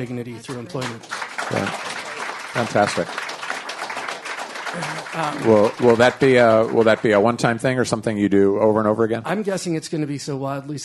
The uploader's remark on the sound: Recorded in front of a live audience at the Music Hall Loft in Portsmouth, NH.